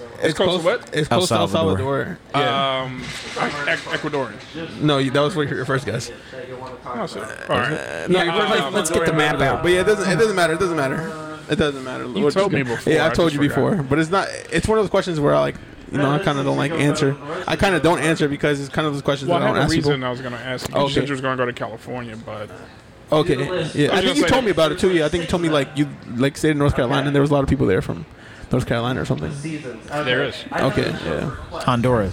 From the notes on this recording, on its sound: Recorded on Thursday March 17th, 2022 at the Fat Fish Blue at Pointe Orlando Open Mic located next to the Orlando Improv.